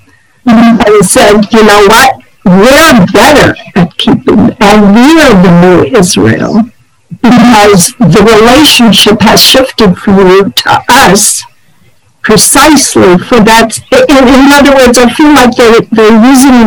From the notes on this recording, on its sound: This audio was originally captured from Zoom on 06/23/2021 as part of an evening series open to the public in association with Drisha’s Summer Kollel.